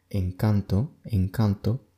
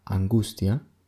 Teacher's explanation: se compara con el sonido de las consonantes N y G juntas, como se pronunciarían las terminaciones en ing del inglés. · Term: velarización de nasales